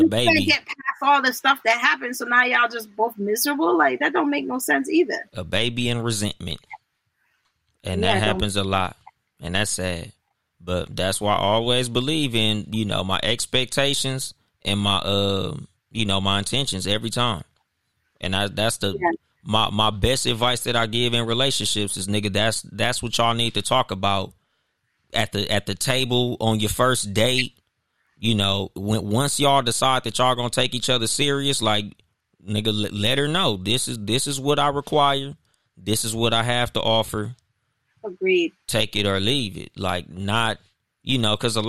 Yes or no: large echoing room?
no